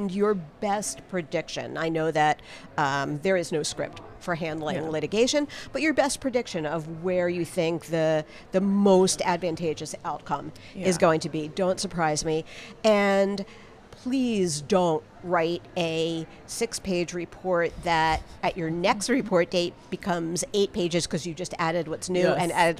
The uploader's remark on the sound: Live from ClaimsXChange